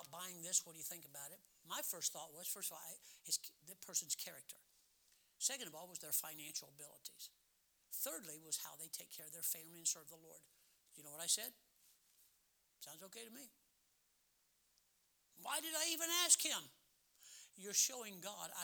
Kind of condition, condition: setting, large echoing room